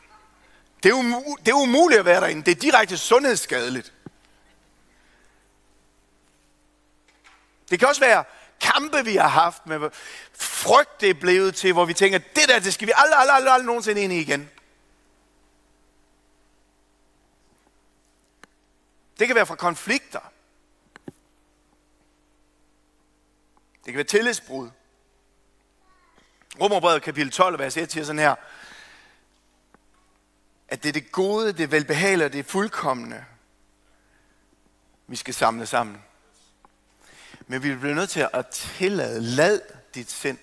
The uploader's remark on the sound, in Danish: Undervisning fra mandagens første Keynote-session.